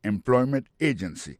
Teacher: Alors, mot employment là, c'est employment. Accent tombé sous deuxième syllabe là. · Term: accent tonique